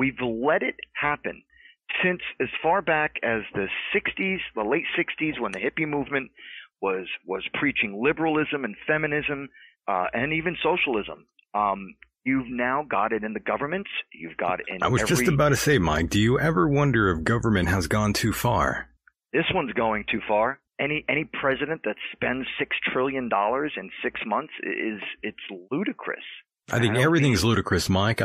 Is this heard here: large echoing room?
no